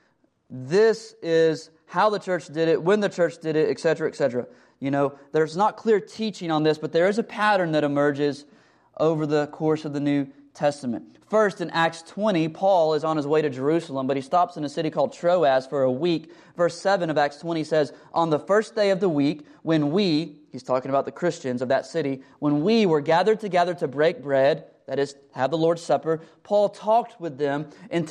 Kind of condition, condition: setting, large echoing room